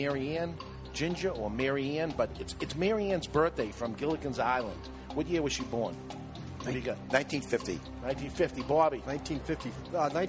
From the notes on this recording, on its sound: Broadcasting Live from the JC Newman Cigar Factory. For the 2014 Diamond Crown Experience.